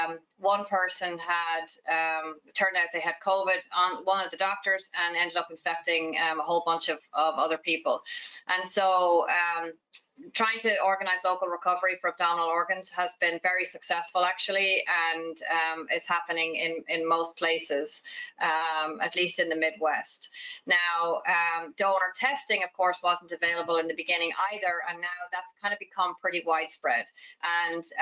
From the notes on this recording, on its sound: This episode is the audio from the recent AHPBA COVID-19 HPB Surgery Webinar